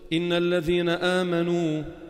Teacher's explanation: هذا اسمه مد البدل، يمد حركتين